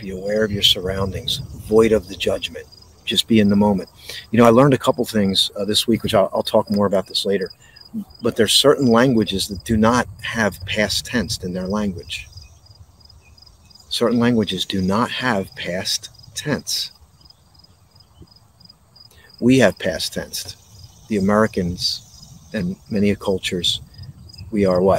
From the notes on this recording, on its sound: This Episode originally streamed live on location at Sunflower Farms, Dalton Farms Swedesboro NJ. The audio from this podcast was taken directly from this live stream.